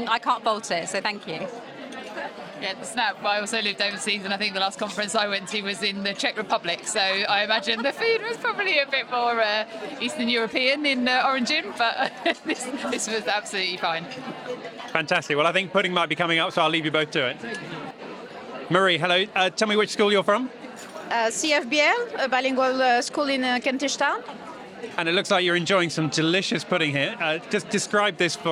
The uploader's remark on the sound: With the first half having been recorded at the AMCIS Admissions Conference in London, then in the second half we jump across into a private conversation.